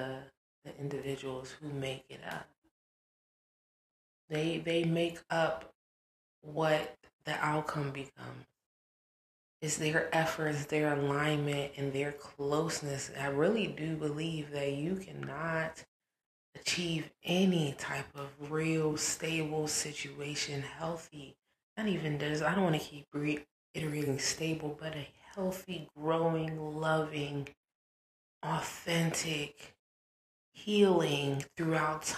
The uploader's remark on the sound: Audio is choppy (my apologies).